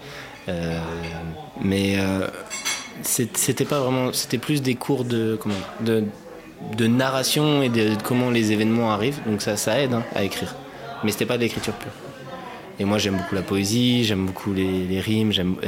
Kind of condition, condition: setting, busy venue